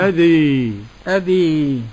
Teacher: بالألف نحو الياء، والفتحة نحو كسرة كثيرا · Term: الإمالة الكبرى